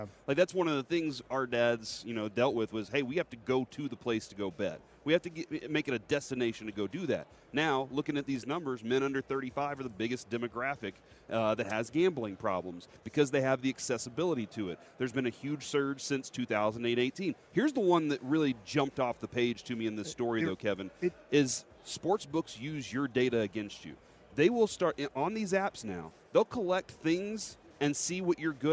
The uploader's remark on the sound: LIVE from Radio Row in Las Vegas!